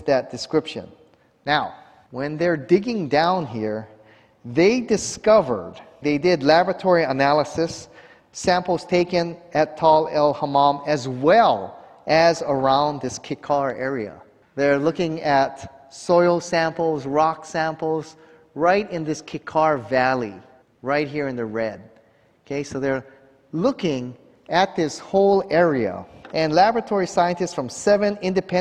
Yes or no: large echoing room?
yes